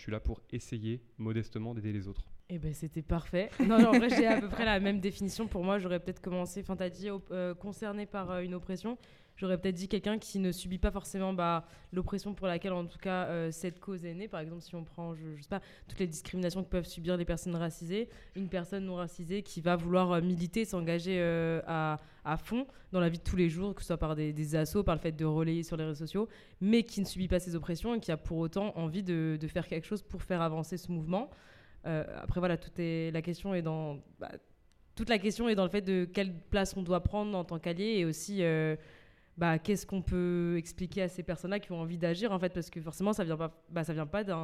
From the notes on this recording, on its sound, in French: Cet épisode a été enregistré en public, lors du festival "Sans Oui C'est Non" en octobre 2022 à Strasbourg.